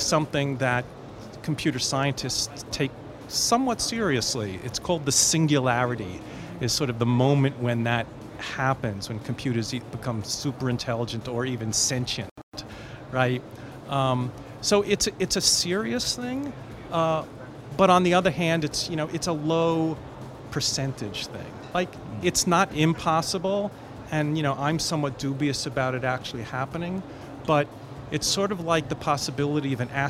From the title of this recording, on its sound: Live from IGCF 2022